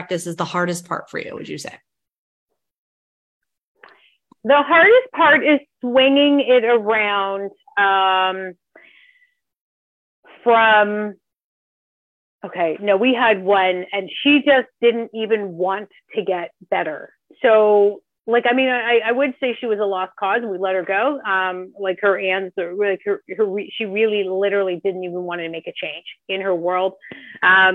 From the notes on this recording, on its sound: This episode is a live coaching call